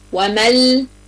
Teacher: لو أخدناها تطبيقي عشان تفهمي التعريف بتاعه إزاي بيذهب ذات الحرف نطقا وصفة الغنة، هتلاقي إن النون الساكنة بتضيع أصلا، بتدخل في اللام. · Term: إدغام كامل